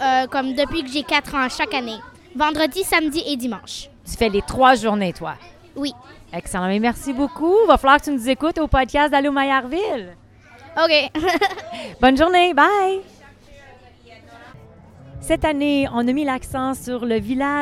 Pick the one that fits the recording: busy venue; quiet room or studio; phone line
busy venue